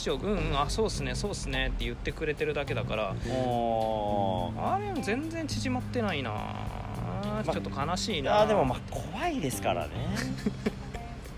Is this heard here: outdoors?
yes